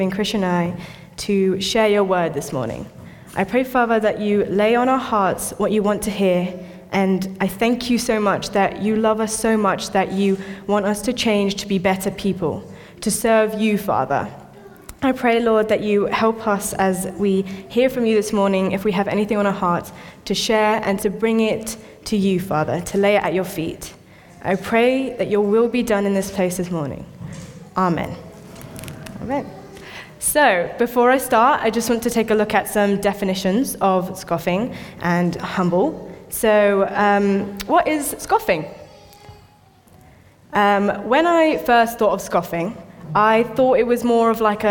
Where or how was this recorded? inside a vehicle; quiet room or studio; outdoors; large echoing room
large echoing room